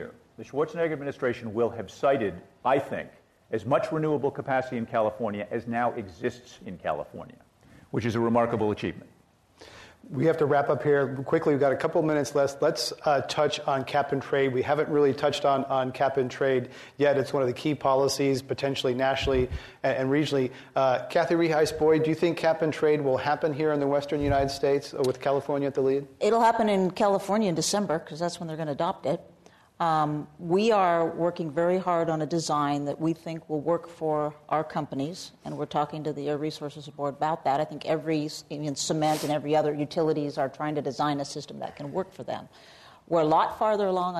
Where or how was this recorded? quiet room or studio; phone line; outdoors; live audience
live audience